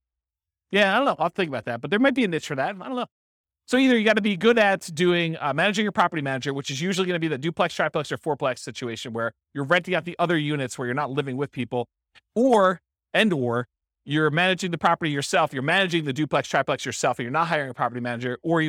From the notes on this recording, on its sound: This was a live class recorded